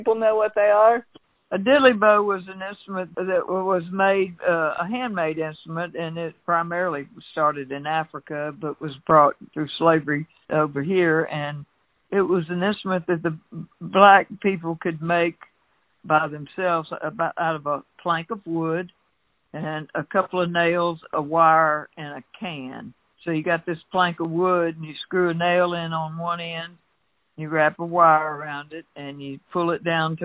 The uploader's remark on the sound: Had a fun phone conversation